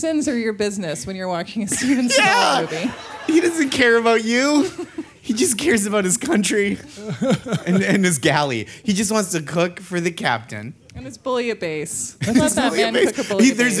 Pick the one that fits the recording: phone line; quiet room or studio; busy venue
busy venue